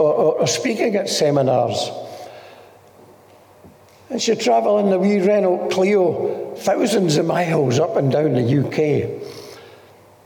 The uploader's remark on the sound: This message was recorded during one of our Sunday morning gatherings.